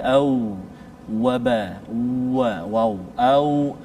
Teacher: antara dua bibir ini keadaan terbuka pula iaitu huruf waw